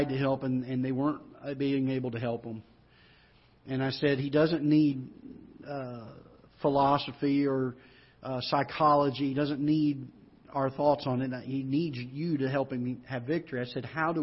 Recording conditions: large echoing room